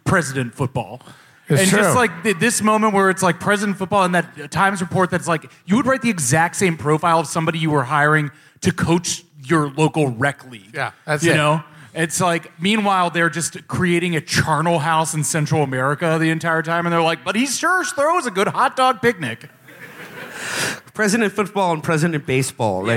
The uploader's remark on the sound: Best of Texas Live. Live from Dallas and Houston.